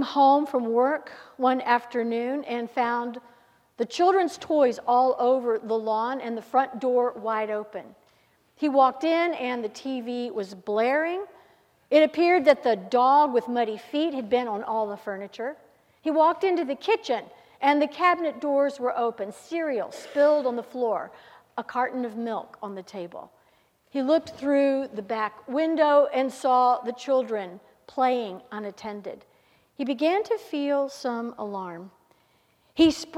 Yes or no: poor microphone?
no